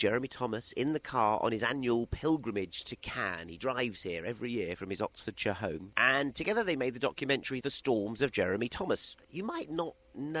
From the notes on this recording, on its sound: in Cannes to bring listeners the sounds of the world's most glamorous and influential film festival